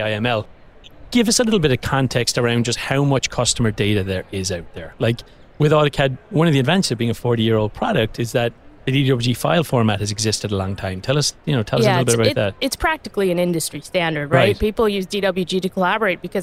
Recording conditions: busy venue